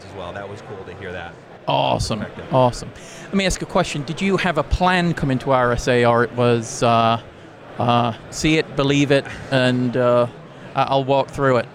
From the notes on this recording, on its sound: Live at RSA Conference 2023. Speaks with experts in attendance at RSA Conference 2023.